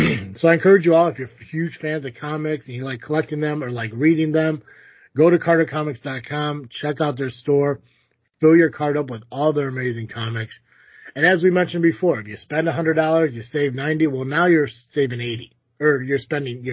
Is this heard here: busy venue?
no